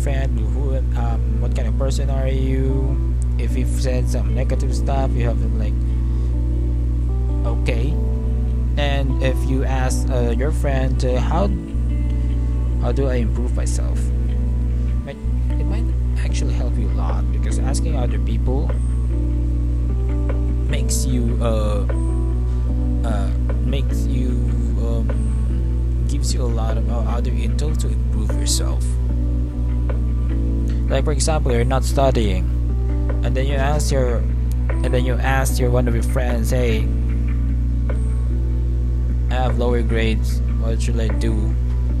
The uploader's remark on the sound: I’m very sorry for the background I don’t know how to fix it yet.